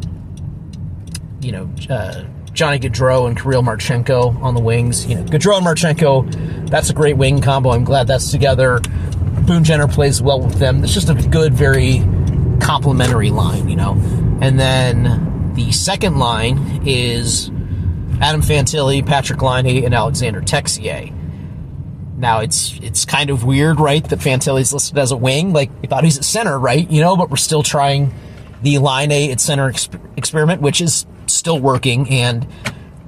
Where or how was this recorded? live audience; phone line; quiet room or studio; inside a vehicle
inside a vehicle